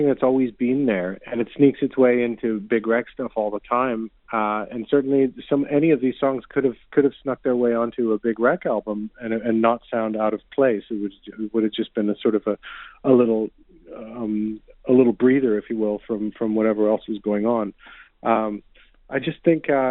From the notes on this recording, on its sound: called